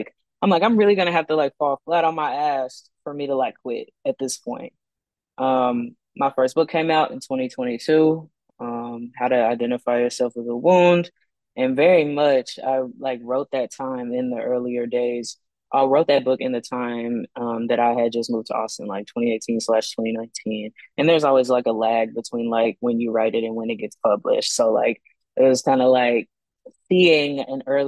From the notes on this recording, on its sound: This podcast was recorded via Zoom.